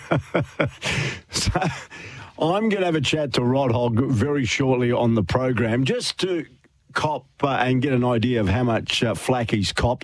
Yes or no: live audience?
no